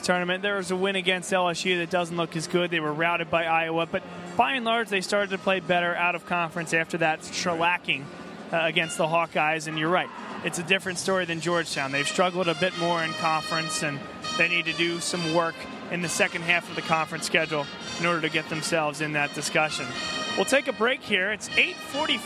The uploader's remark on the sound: BLS Live From The Prudential Center. Go live from the Prudential Center in Newark, NJ, home of the Seton Hall Pirates, before the team's Big East matchup against Villanova.